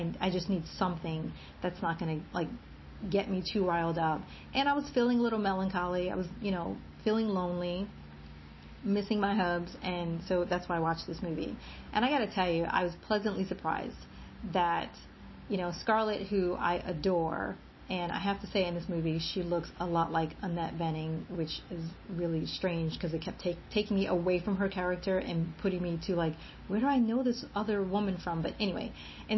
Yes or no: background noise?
yes